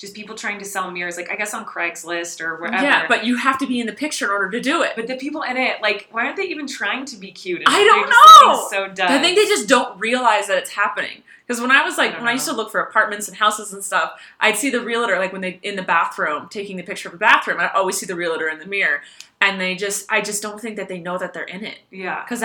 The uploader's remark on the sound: Sorry for the echo, a hotel room is very unforgiving